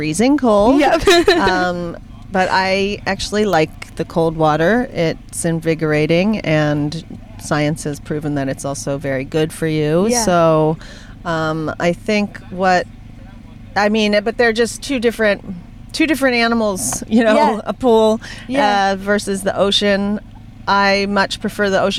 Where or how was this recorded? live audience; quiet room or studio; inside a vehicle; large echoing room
inside a vehicle